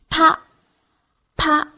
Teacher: 是不是感觉到非常强烈的气流呢 · Term: 半浊音